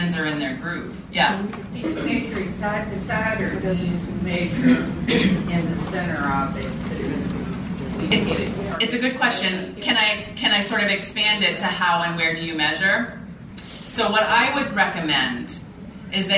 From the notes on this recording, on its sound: takes you to the 2016 New York Vogue Knitting Live event